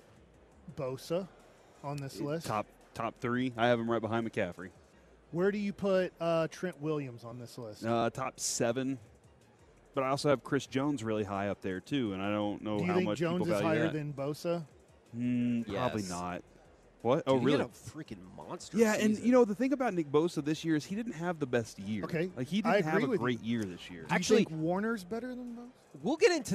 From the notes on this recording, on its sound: LIVE from Radio Row in Las Vegas!